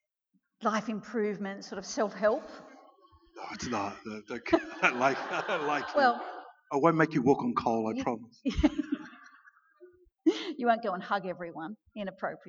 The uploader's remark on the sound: At the 2019 Newcastle Writers Festival